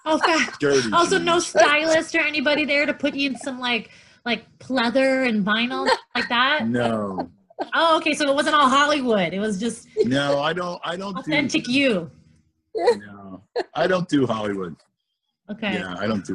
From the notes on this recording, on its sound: Zoom chat interview